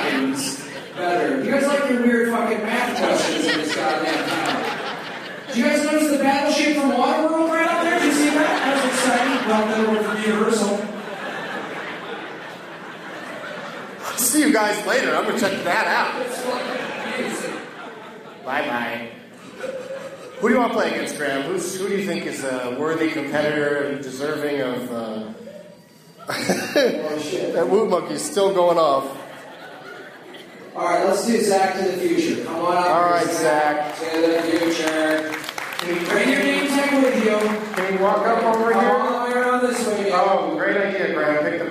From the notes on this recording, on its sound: against audience members at Arts Quest in Bethlehem, PA